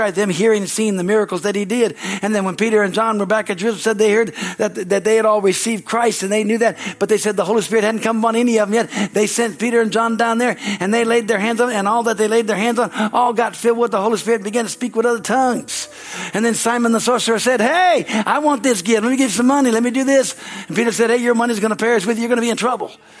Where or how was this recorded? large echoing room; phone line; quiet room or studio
large echoing room